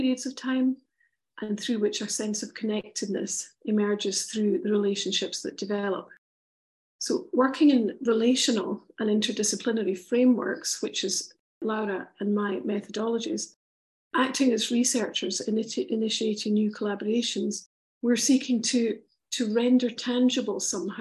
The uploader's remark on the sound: At the UNESCO RILA Spring School: The Arts of Integrating, which took place in May 2023. An online panel discussion.